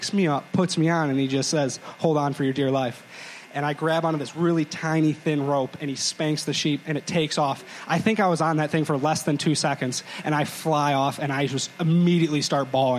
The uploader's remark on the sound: A live performance. A little Q&A with the Marketing Interns in the crowd. This is our first of hopefully many live shows.